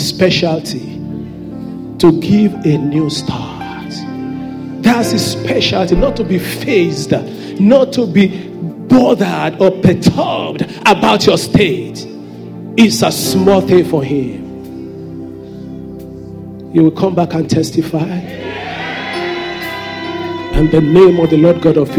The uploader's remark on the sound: Sunday Service message preached